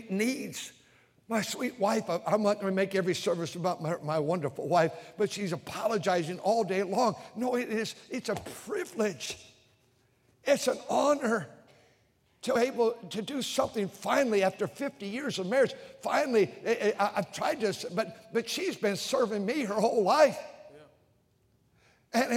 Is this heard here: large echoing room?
yes